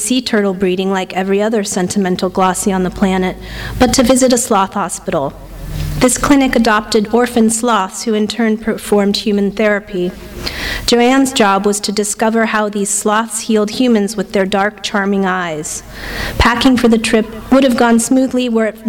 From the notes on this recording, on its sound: THIS EVENT WAS RECORDED LIVE AT SKYLIGHT BOOKS FEBRUARY 8, 2012.